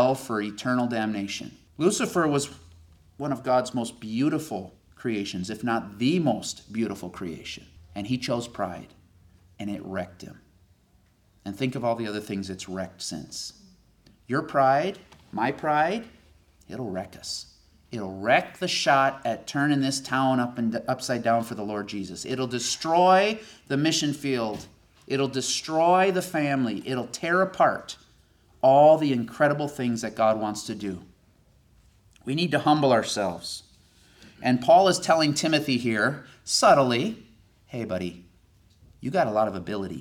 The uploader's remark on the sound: This sermon was delivered IN PERSON since the beginning of the Corona Virus pandemic.